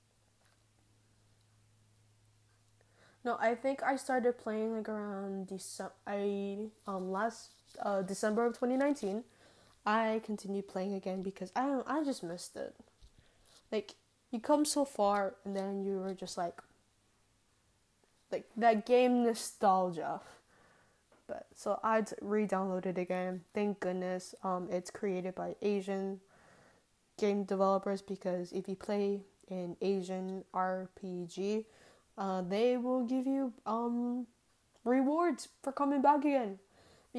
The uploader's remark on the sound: if you hear background noise it was me play with the mic because I get distracted easily